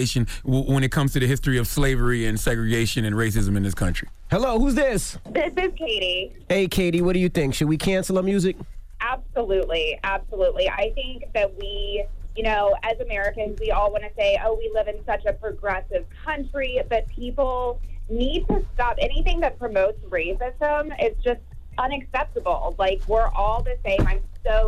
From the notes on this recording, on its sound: we opened up the phone lines to see what our listeners had to say about it